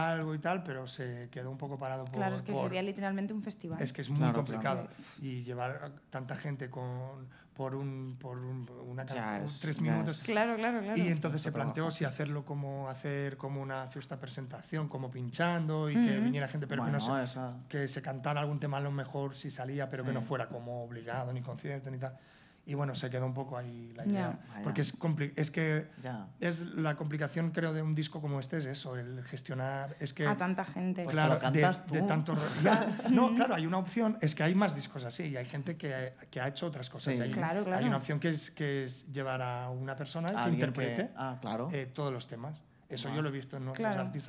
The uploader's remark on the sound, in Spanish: Último programa grabado en el festival Soy Meme.